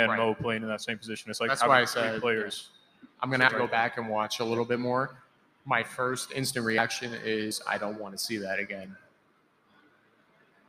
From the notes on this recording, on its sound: Big thanks to Tin Roof Orlando for letting us do our first ever live podcast at their venue!